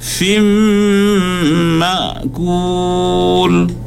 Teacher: Fimma tu dia kena dengung naik ke hidung